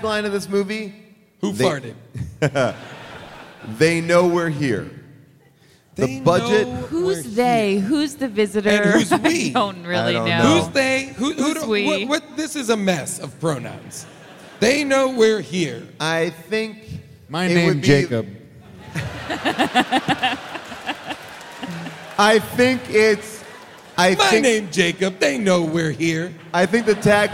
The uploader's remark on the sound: Recorded live from Seattle